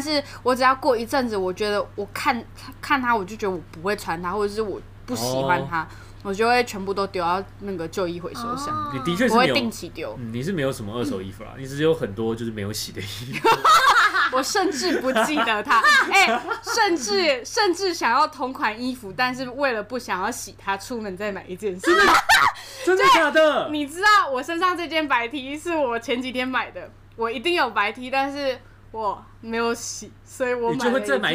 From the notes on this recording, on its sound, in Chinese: 在錄製時笑聲實在是太大，儘管已經有做過後續處理，依然難以抗拒。